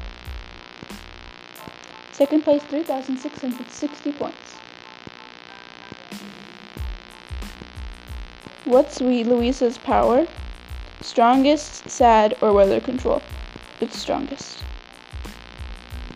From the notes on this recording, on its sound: Im recording this episode on vacation at the deepest place on the entire Earth. Sorry for the buzzing if its bothering you.